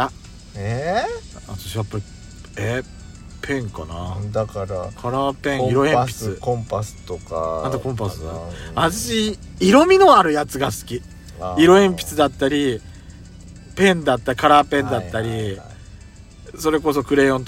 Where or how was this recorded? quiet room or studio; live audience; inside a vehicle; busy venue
inside a vehicle